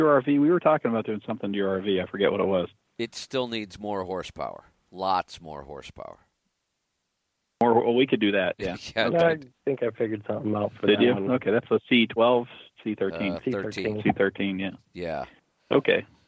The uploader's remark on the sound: Call in Question and Answer Show